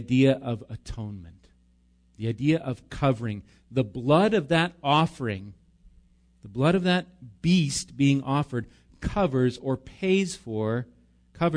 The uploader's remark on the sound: Recorded live at Bethany Bible Church on 5/26/19